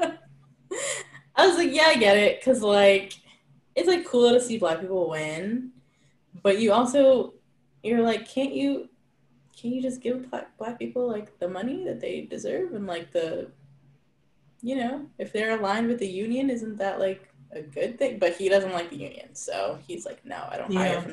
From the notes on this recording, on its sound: We apologize in advance for any technical errors with the audio!